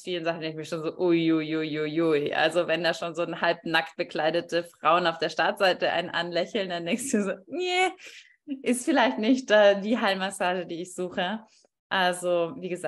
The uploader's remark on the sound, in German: auf Basis eines aufgezeichneten live Zoom Call